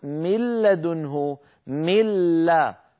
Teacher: فأكون قد حولت النون إلى لام ساكنة، النون الساكنة حولتها إلى لام ساكنة، وأدغمت اللام الساكنة في اللام المتحركة التي بعدها، فصار النطق بلام واحدة مشددة. · Term: الإدغام